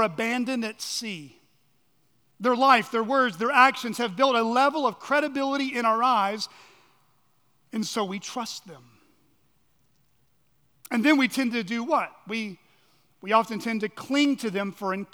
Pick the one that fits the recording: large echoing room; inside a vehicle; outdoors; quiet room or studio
large echoing room